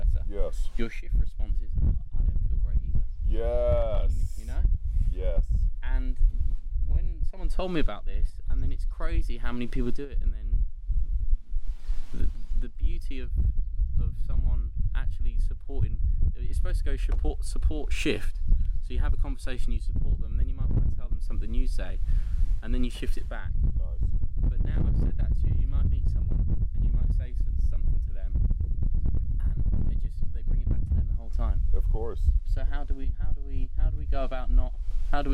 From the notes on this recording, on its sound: Also, we did find something to help break the wind while recorded but there are still some portions that may have high wind interruptions.